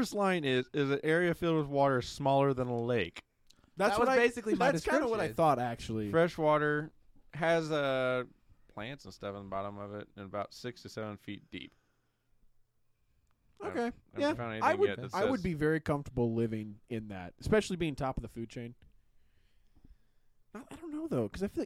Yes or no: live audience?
no